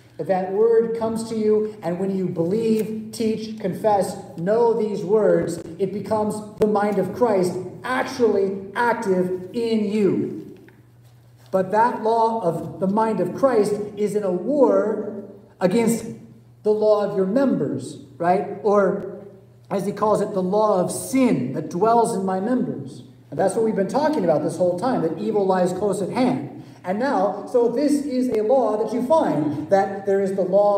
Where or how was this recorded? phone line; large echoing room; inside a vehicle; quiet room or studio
large echoing room